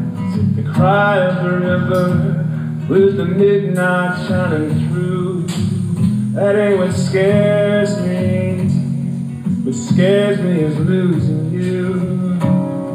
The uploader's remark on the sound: Second Sundays at Ana Bandeira. Ana Bandeira is a lovely cafe/confectionary/coffee house, as as such, this recording naturally has all the sounds one would expect in a bustling cafe!